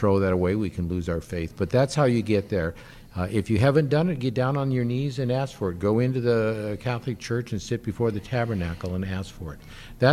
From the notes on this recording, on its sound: Live from Family Celebration 2022. Live from the EWTN Family Celebration 2022.